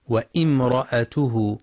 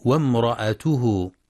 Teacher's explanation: وفي قوله جل في علاه وامرأته حمالة الحطب، يخطئ من يقرأ وامرأته بهمزة قطع مكسورة بعد الواو وامرأته، والصواب أنها همزة وصل تسقط وصلا · Shown in: second take · فتنطق وامرأته، وبعضهم يقرأ بسكون الهمزة بعد الراء وامرأته، والصواب فتحها.